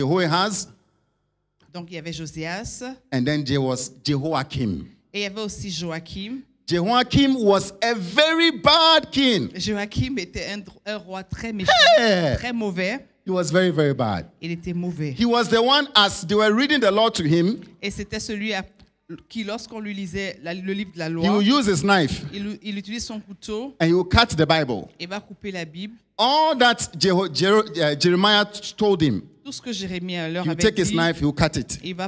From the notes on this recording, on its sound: Preached during Joyful Hour Sunday Service